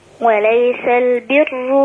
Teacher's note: رقق الراء لأنها مضمومة ومصبوغة بكسر أصلي